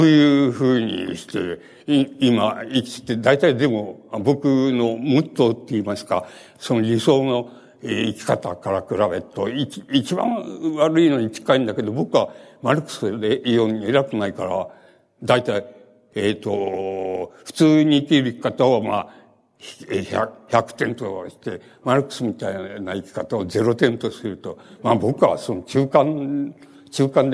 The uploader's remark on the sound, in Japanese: 主催：ほぼ日刊イトイ新聞 場所：東京国際フォーラム ホールC。ほぼ日刊イトイ新聞 創刊５周年として開かれたイベント 智慧の実を食べよう。音源はライン録音でクリア。